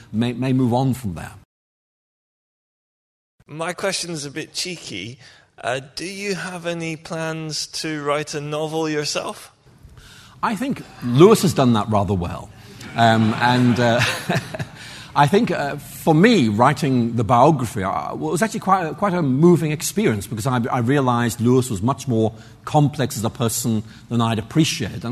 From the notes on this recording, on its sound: answers audience questions following his lecture